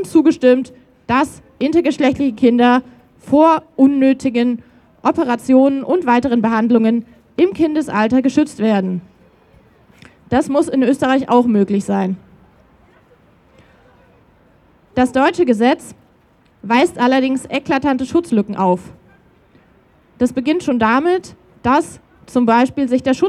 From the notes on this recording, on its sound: O-Ton Kundgebung für Schutz von Kindern und Jugendlichen mit Variationen der Geschlechtsmerkmale. In Wien.